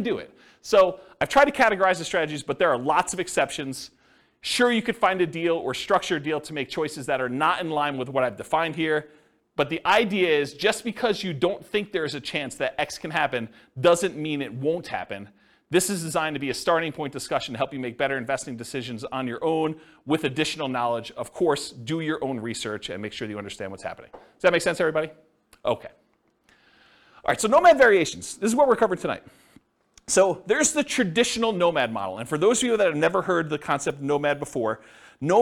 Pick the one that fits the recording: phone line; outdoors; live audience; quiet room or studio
live audience